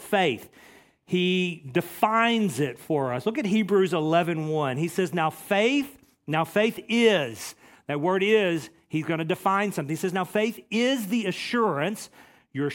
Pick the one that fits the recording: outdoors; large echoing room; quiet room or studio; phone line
large echoing room